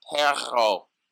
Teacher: The letter R was trilled to sound like a growling dog. · A good example of a trilling R is the Spanish word for dog, perro.